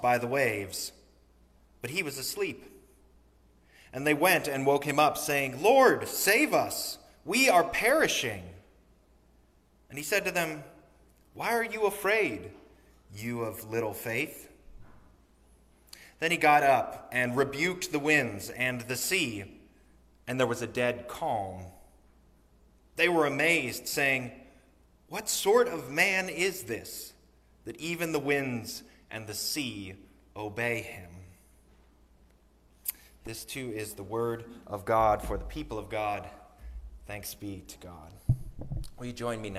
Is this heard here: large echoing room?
yes